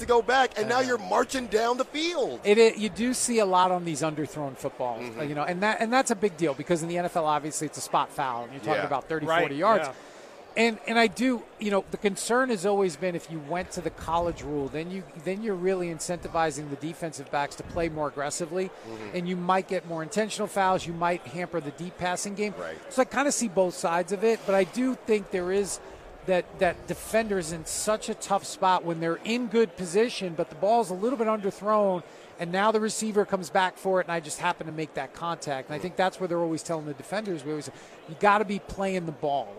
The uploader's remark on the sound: LIVE FROM RADIO ROW in Las Vegas